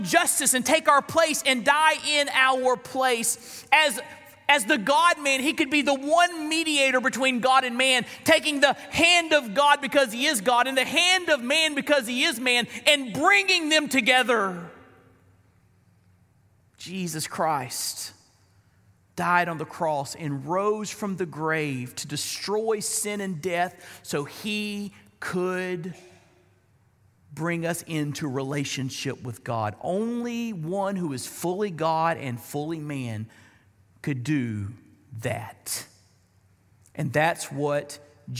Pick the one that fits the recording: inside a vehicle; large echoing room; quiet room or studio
large echoing room